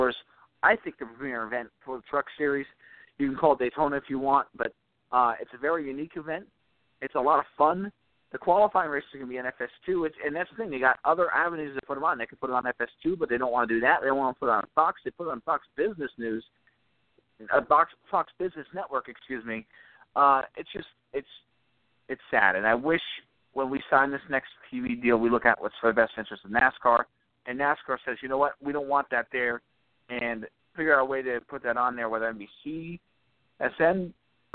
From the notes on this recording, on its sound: we'll take some phone calls!